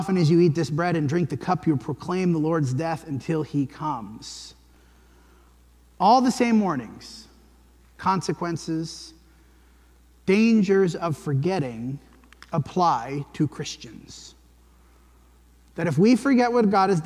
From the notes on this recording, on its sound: This sermon was preached at the Dewey Church of Christ on December 17, 2023.